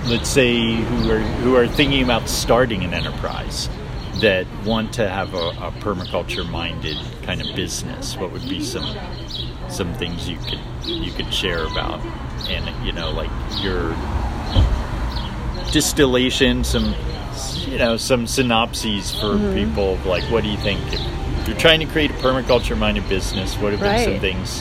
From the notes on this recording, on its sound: please pardon some of the background road noise due to our street side cafe setting